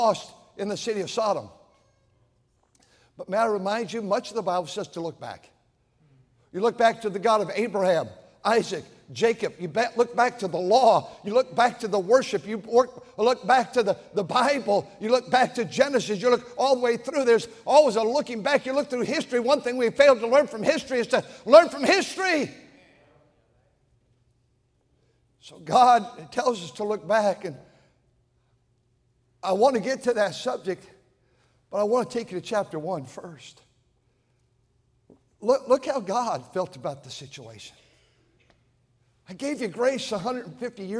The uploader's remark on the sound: During the Sunday Morning service on December 31, 2023, at North Valley Baptist Church in Santa Clara, California.